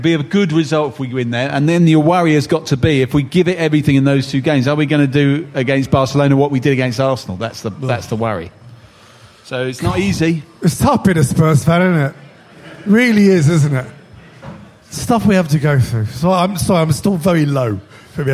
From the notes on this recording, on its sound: LIVE from Dingwalls in Camden!